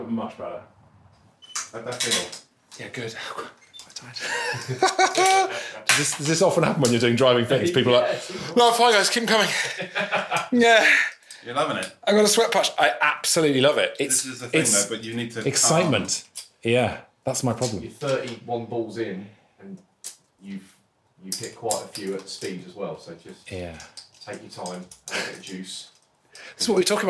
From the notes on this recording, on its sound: For fans of a man getting hotter and hotter and more and more tired, ditto. For fans of the noise of golf balls being hit, you really can't go wrong.